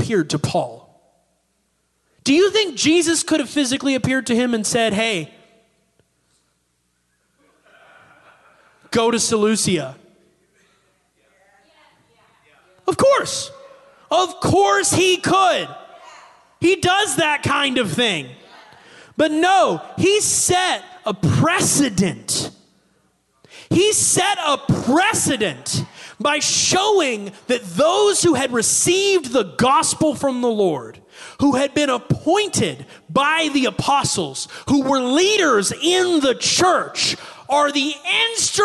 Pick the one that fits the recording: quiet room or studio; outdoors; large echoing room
large echoing room